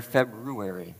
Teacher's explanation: Yeah, it's not February like January. You got to get that R in there